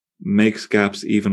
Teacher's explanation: It's like a spondee in there, a double stress. Wonderful S sounds, alliteration, yeah.